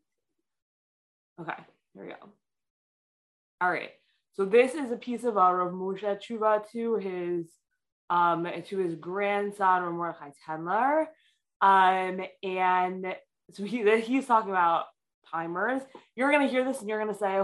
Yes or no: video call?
yes